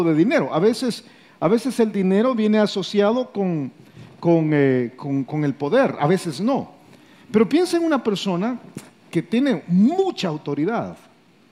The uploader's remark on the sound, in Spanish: Grabado en vivo desde Campus Miralvalle, San Salvador.